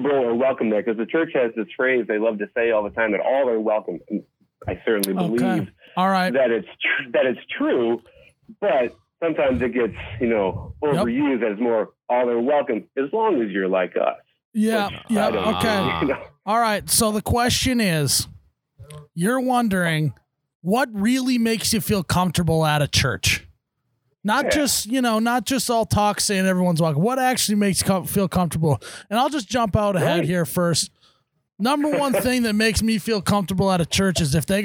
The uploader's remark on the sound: Our first caller. We're at the Knickerbocker Liquor Locker in Haskins, ND.